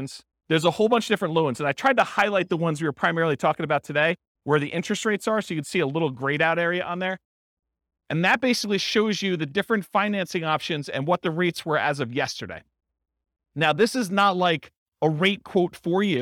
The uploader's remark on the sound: This was a live class recorded